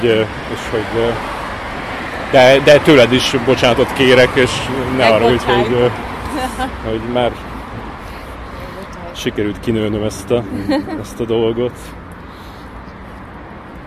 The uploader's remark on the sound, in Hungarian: A felvétel egy konyhában indul, aztán kisétálunk az épületből, hosszasan baktatunk egy forgalmas út szélén, majd beszállunk egy kocsiba és azzal megyünk egy darabig, úgyhogy a hangminőség hagy kivetnivalókat maga után, de azért lehet érteni, amit mondunk.